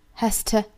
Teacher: Has to surrender, has to 这个 t 我们弱读下来